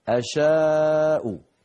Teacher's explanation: هذا مد متصل ألف بعدها همزة في الكلمة نفسها أشاء، وحفص من طريق الشاطبية يمدها إما أربع حركات أو خمس